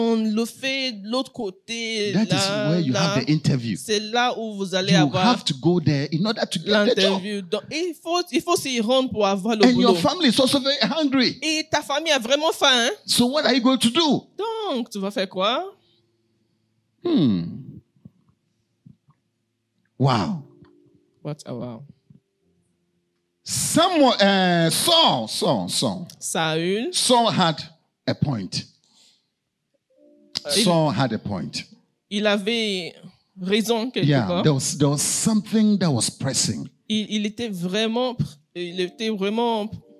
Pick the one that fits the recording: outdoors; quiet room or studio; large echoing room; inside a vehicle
large echoing room